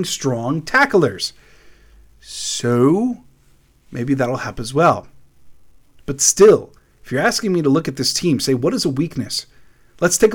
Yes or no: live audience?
no